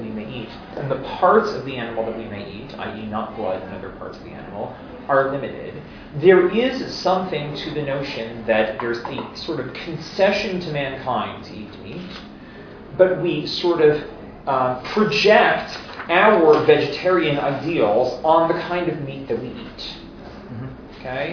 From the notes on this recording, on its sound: This is a recording of the fifth session of a five session class. As part of Drisha's July Week of Summer Learning.